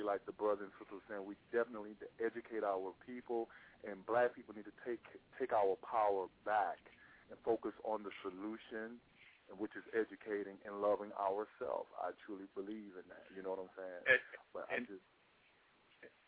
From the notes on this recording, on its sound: opens up the phone lines